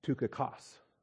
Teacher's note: the upsilon is an oo sound and the accent is on the final syllable. So, Tukikos, if we're going to pronounce it in a Greek way, Tychicus or Tychicus in English.